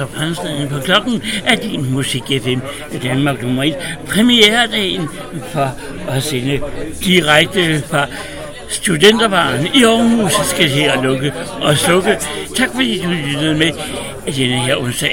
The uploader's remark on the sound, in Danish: live radio fra studenter baren i aarhus